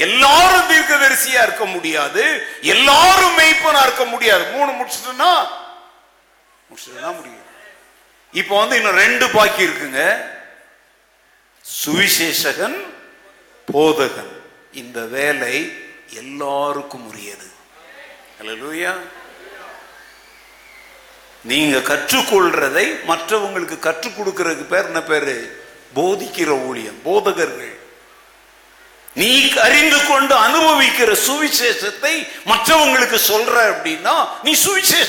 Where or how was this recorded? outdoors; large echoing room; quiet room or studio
large echoing room